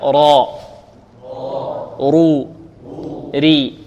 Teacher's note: لأنها مضمومة، وإحنا قلنا إن الراء المضمومة والمفتوحة مفخمة، والراء المكسورة مرققة